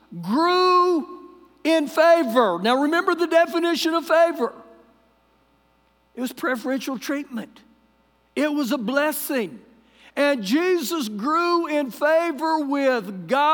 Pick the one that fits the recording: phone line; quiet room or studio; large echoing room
large echoing room